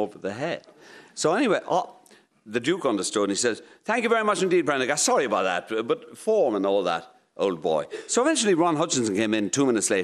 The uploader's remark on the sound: Recorded in front of a live audience at the Aviva Stadium.